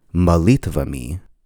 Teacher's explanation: Now you'll notice that the stress is on the E, so it would be pronounced molitvami. However, in Russian, because the stress is not on the O, it will be reduced so that the word sounds like molitvami.